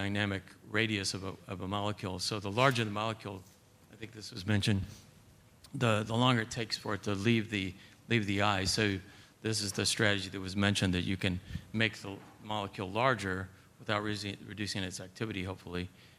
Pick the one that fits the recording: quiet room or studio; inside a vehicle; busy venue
busy venue